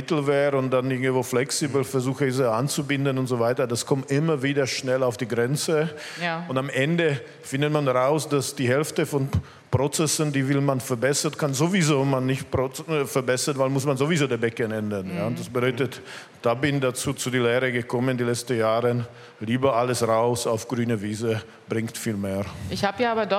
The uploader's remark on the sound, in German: live auf der Deep Dive Stage der K5 Konferenz 2023